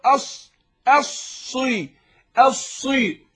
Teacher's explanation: صاد اهي رغم المكسوره بس باينه ايه؟ ان هي صاد ومفخمه